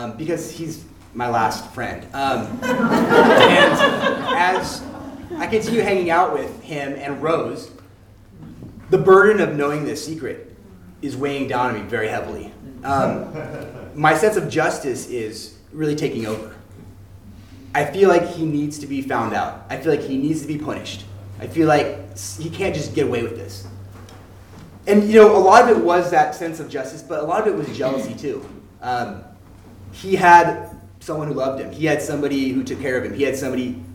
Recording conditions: live audience